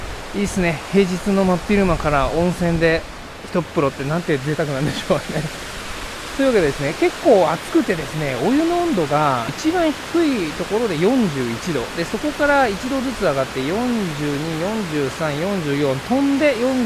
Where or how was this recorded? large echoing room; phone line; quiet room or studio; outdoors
outdoors